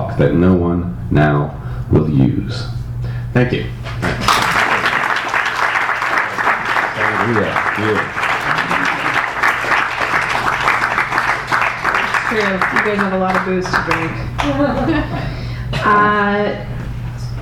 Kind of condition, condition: setting, live audience